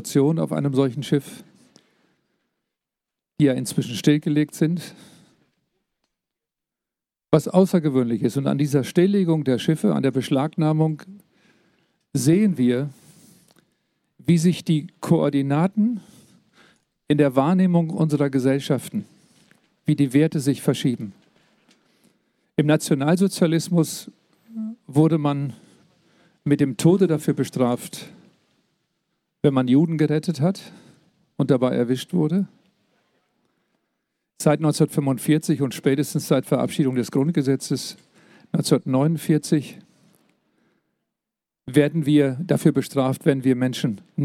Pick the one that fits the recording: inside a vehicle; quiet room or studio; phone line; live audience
live audience